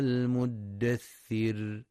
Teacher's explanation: وينتبه القارئ لترقيق الراء وقفا في كلمة المدثر